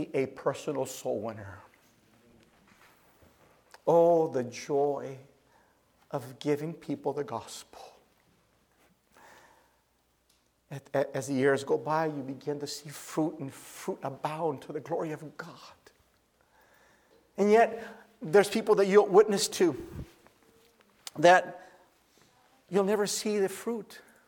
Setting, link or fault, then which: setting, large echoing room